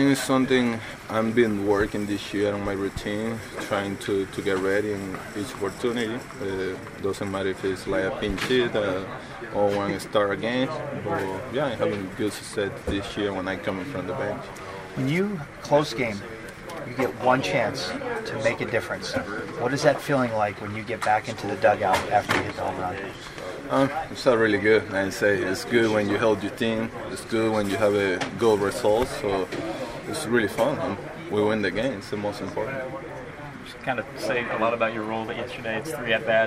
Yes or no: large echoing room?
no